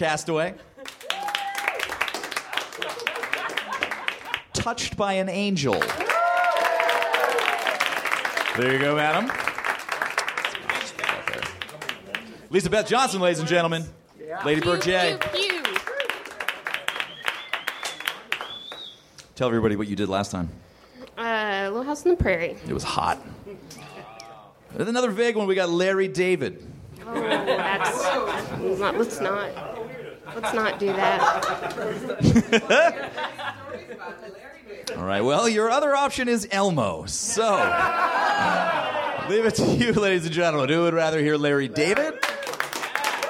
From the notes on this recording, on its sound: Recorded at Nerdmelt Theater, Oct 16 2013.